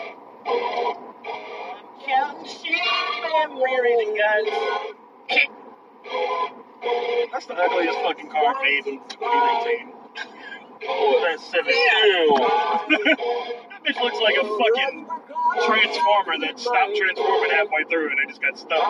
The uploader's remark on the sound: Very rough fucking audio.